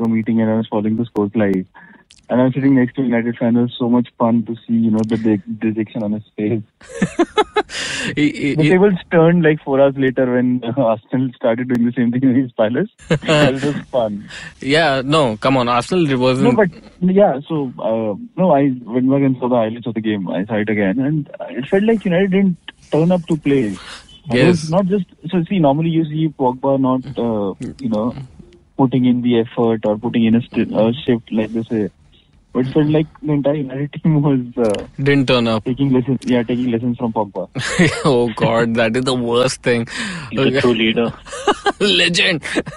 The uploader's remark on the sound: joined by his trusted fellowmen over the phone